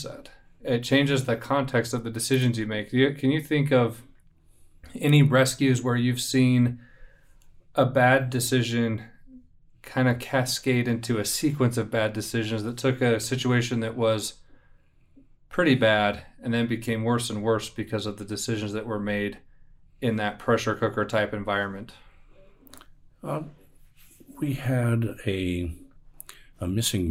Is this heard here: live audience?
no